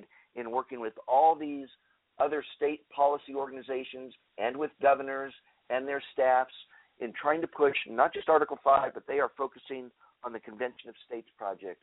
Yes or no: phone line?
yes